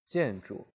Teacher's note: 前面的格式稍微重一点，后面就轻一点。对，它的格式是重中格式